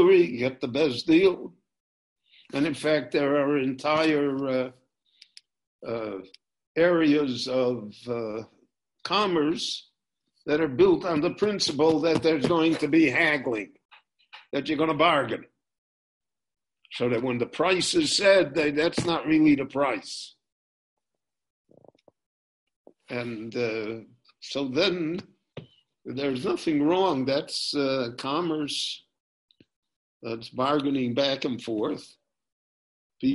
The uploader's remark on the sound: This lecture on Pirkei Avot- Ethics of the Fathers was recorded LIVE via Zoom in Jerusalem on August 9, 2020.